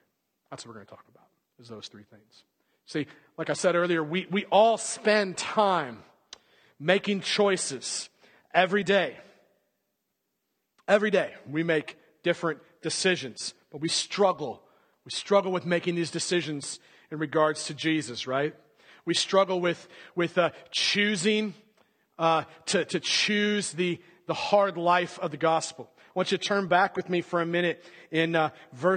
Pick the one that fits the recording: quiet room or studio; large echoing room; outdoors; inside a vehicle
large echoing room